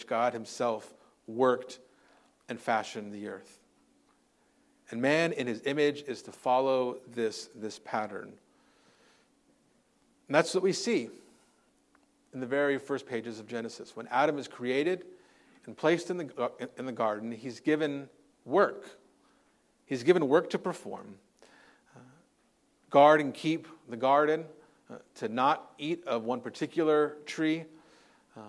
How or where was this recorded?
large echoing room